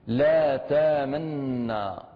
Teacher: إذا نأتي بضم الشفتين للإشارة إلى يعني إلى ضمة النون الأولى · Term: الإشمام